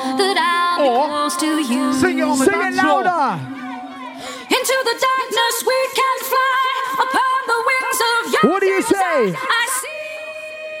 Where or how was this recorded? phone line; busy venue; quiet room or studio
busy venue